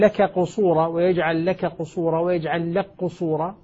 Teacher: هنا لك قصورة أدغمنا الكاف في القاف